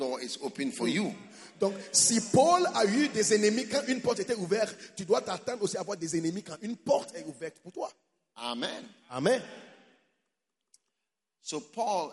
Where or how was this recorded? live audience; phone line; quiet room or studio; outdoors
live audience